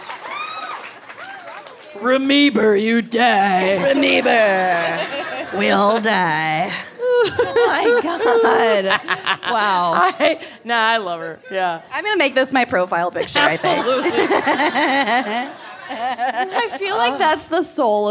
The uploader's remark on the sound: (Chicago LIVE!). Live from Chicago.